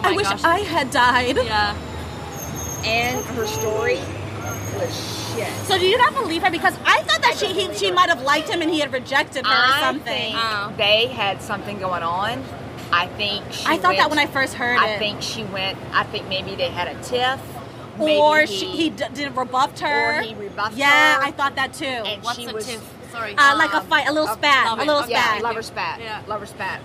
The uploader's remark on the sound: This talk is recorded in a café in Harlem. We are sitting outside, next to a busy street. I decided to publish this conversation, even if the background sounds try to overtake.